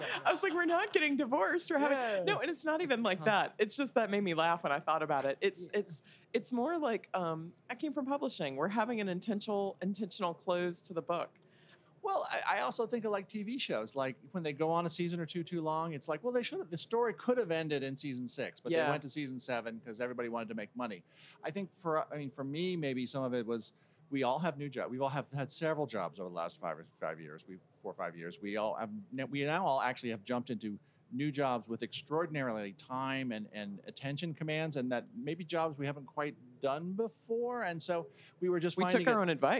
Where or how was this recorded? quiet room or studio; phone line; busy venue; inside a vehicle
busy venue